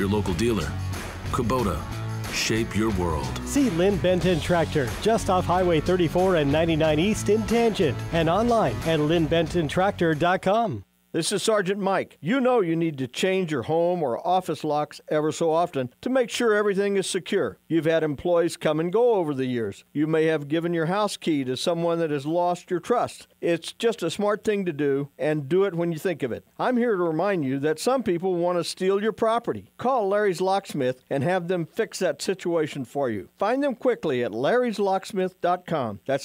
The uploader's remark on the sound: This is the full broadcast recording of the August 21st, 2019 game between the Boise Hawks and the Salem-Keizer Volcanoes.